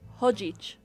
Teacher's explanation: And you have that h sound, even though it's the ch.